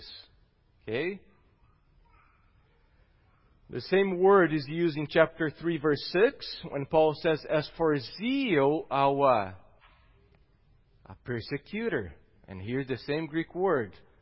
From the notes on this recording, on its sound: At Gracious Cross Reformed Church Salem on Sunday, March 21st, 2021.